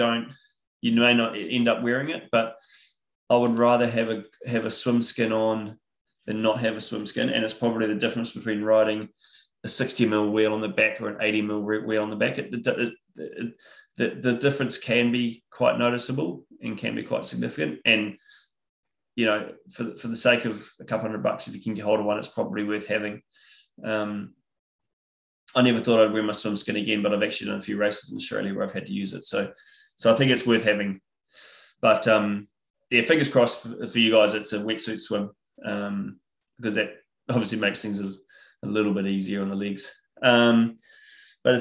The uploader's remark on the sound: IRONMAN World Championships Nice webinar audio